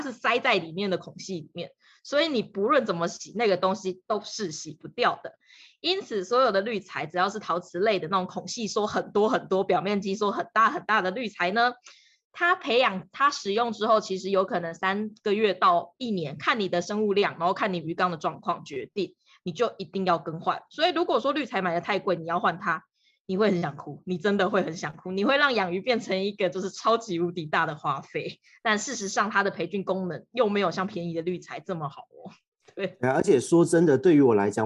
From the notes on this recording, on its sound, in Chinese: 只是音質的部分因為我們合體錄音都用Zoom。所以多少有點卡卡。